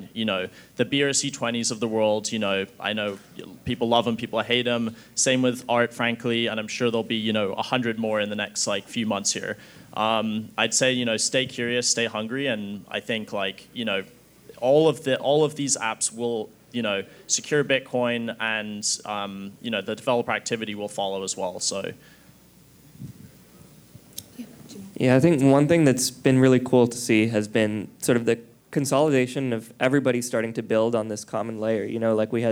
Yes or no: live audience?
yes